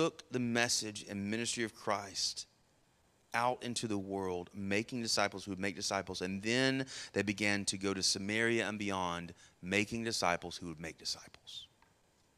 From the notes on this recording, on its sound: Sermon Audio from our Worship service